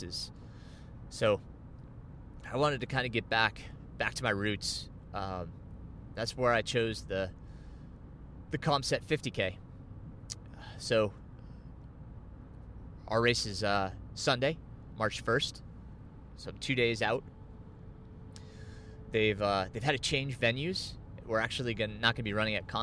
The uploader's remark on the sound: I recorded this episode while driving to NY to compete at the 50k National Road Championships.